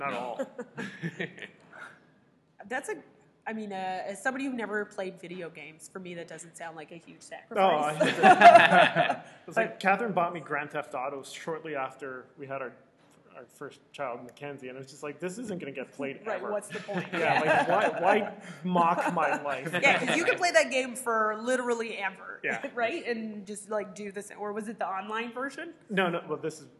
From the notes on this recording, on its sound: This edition of TCS was recorded LIVE at the Toronto Sketch Comedy Festival.